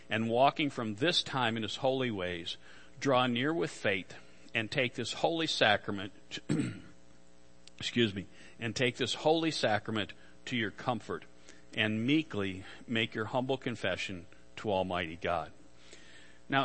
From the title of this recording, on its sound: Worship Service - Audio